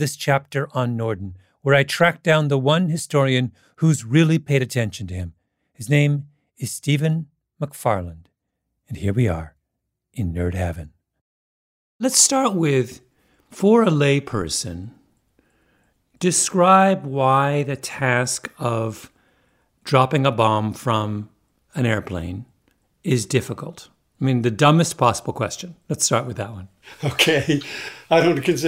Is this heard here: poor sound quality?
no